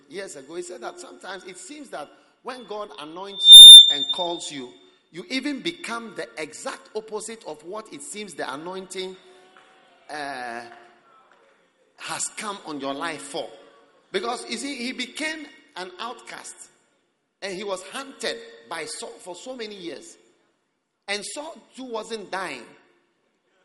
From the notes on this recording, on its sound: Preached at the Prophetic Ecounter Service.